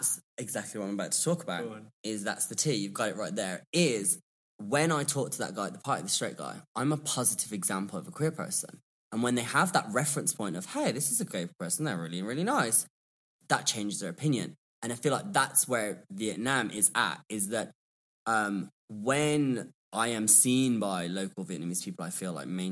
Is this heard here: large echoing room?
no